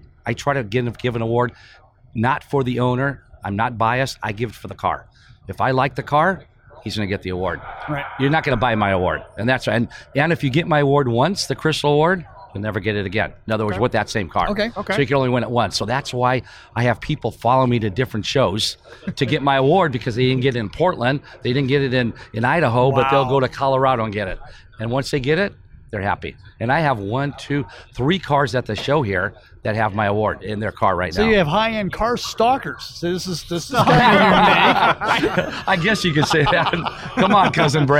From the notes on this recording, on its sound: Recorded in The Round Six Experience at the 70th Grand National Roadster Show